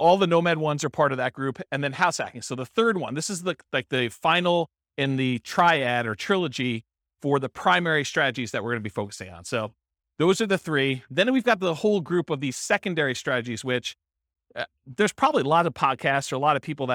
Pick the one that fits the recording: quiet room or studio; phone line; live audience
live audience